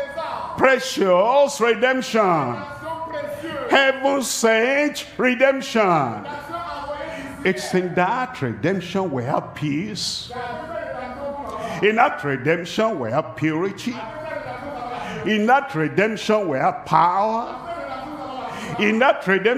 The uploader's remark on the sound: live from Douala, Cameroon.